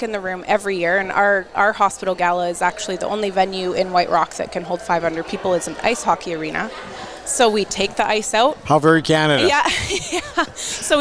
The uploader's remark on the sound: This podcast episode was recorded live at GO WEST® 23 and produced by Road 55 .